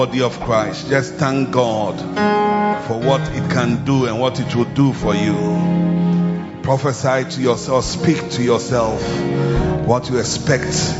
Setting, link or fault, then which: setting, large echoing room